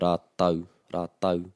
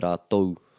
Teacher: east coast of the North Island, you'll hear rātau, rātau, T-A-U. The west coast, you're going to hear rātou, T-O-U. · Term: Dialectual differences